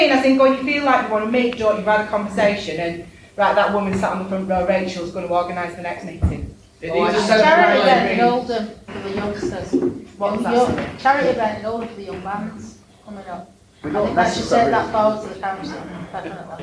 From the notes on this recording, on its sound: held at the Oldham Library on 29th March 2023